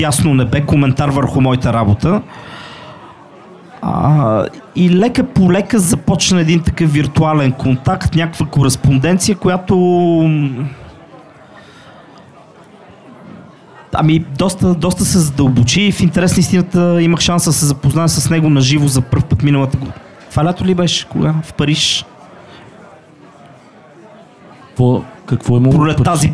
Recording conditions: live audience